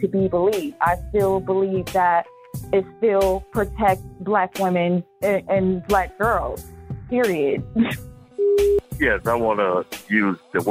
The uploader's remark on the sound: Let’s Go To The Phone Lines To See What’s On Your Mind.